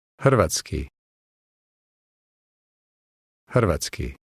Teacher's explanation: This word begins with a sound similar to a breathy English letter H, and it has the rolling R.